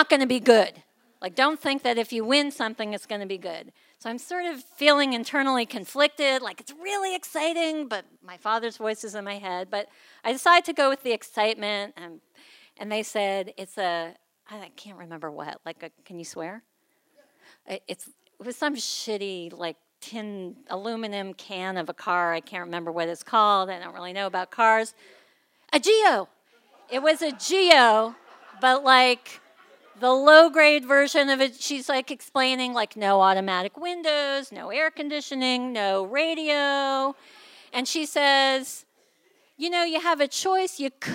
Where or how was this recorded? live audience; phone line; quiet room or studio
live audience